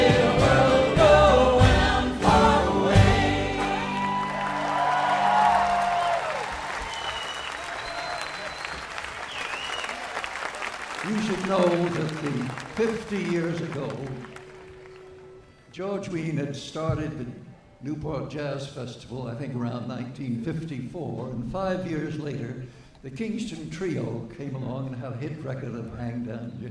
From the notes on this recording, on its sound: Newport Folk Festival 2009. In the midst of pouring rain, nothing could stop the Newport audience from singing even louder at the Sunday night singalong.